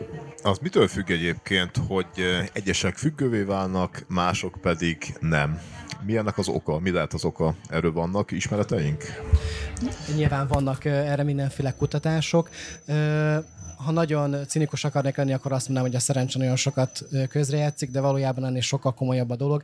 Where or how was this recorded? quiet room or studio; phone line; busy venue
busy venue